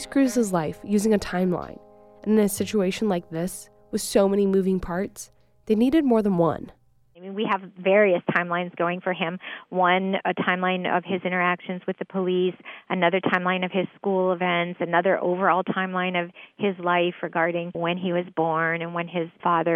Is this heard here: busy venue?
no